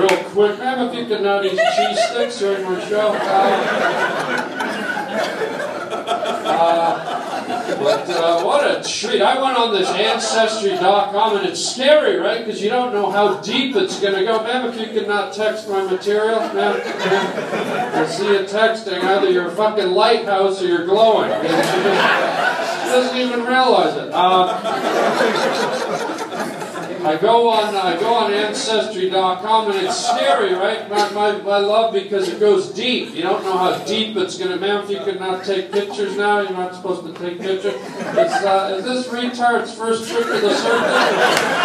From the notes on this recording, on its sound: interacts with the crowd, LIVE at the Hollywood Improv!